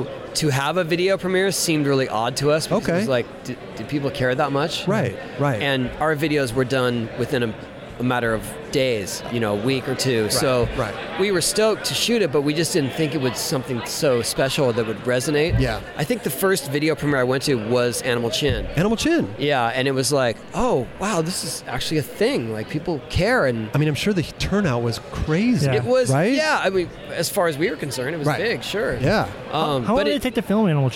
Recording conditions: busy venue